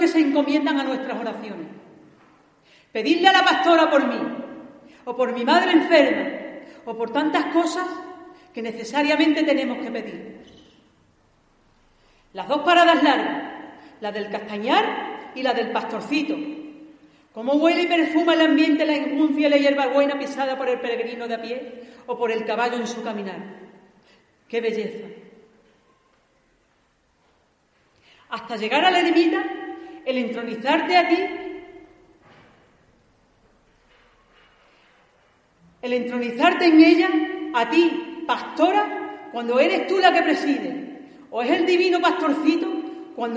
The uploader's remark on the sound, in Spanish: AUDIO grabado en DIRECTO. En la Iglesia de El Carmen y emitido en LA RADIO.